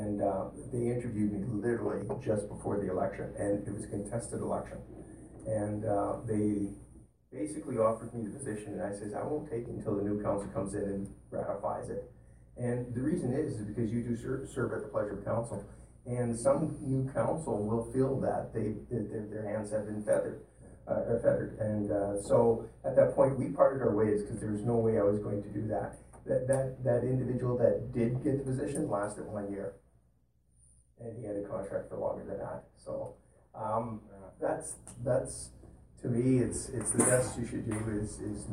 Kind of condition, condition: setting, large echoing room